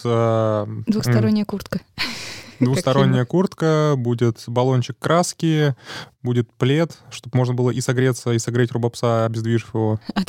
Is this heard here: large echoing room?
no